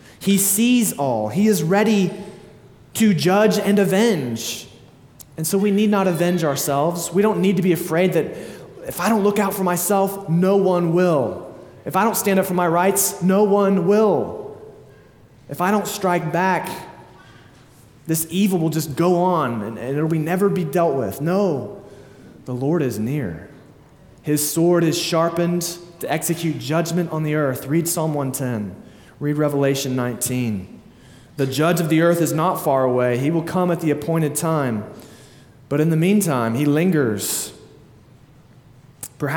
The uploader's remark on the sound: Sermon delivered at Immanuel Baptist Church in Springdale, AR on August 6, 2023.